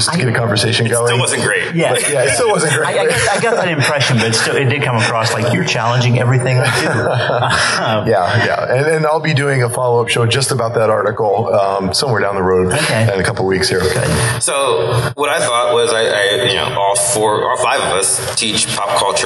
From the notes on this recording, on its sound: Live from Wizard World Pittsburgh!